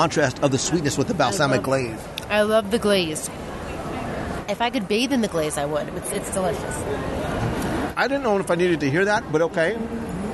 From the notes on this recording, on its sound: Contempo Cafe Live Dining Review. Sitting in the shadow of the monorail and magnificent Mary Blair mural at Disney’s Contemporary Resort is a true hidden gem of Walt Disney World dining experiences, the Contempo Cafe.